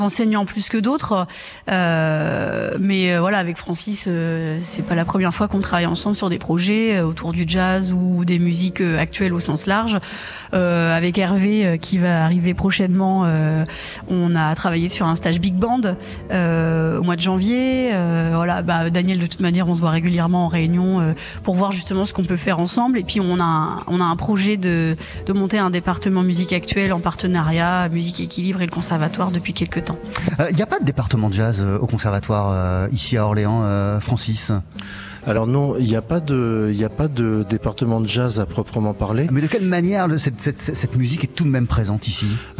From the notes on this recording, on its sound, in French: Deli Express en direct du Conservatoire d'Orléans. On n’a pas tous les jours l’occasion de poser nos micros juste en face, et même à quelques mètres d’un édifice sublime : la Cathédrale Saint-Croix ! Nous passons la traditionnelle pause dej du Deli Express au Conservatoire à Rayonnement Départemental d’Orléans. C’est la première étape d’une journée entière en direct de la cité du Loiret.